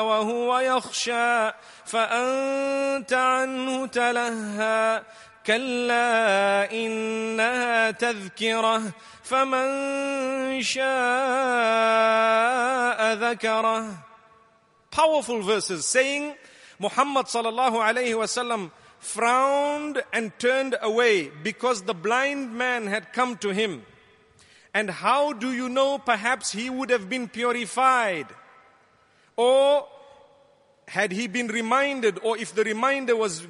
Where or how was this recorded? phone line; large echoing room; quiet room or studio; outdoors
large echoing room